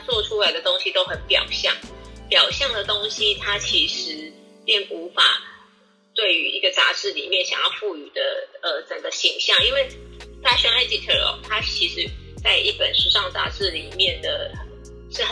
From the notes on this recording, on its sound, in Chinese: 本集採線上錄製